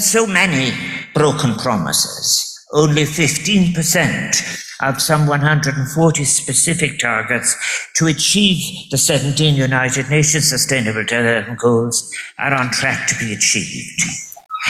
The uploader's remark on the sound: Keynote address at World Food Forum Closing Session.